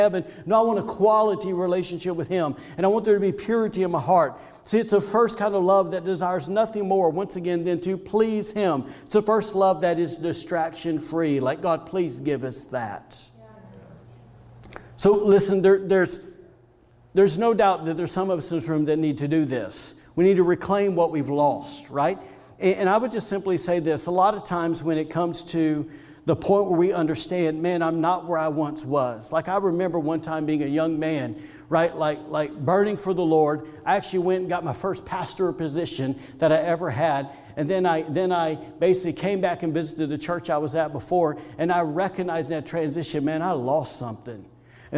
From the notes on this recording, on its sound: Was recorded on Sunday, February 14th, 2021, during service at The Anchor Church in Rockport, Maine. Audio from Video Used in message.